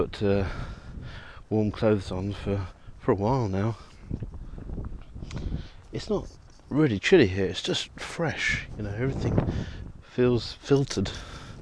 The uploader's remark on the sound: Walking around Keflavik. Often recorded on the move as I'm traveling.